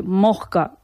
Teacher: la aspiración de la S implosiva o final, es decir, pronunciar la S como si fuera una especie de J, como eje. Tenemos, tenemos un ejemplo, sí, que todo nos va a venir a la cabeza. · Term: S aspirada